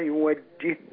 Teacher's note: هي هنا ادغام الهاء في الهاء في المثلين